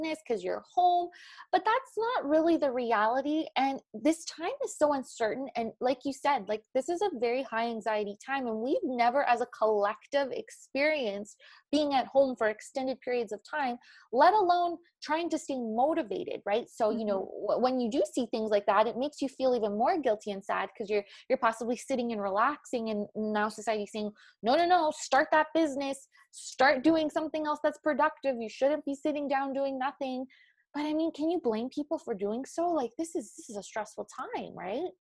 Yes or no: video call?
yes